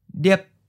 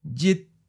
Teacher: As a high stop, it starts in the high part of your voice and then abruptly stops · Term: eighth tone